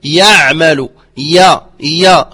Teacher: فهذه الياء تخرج من وسط اللسان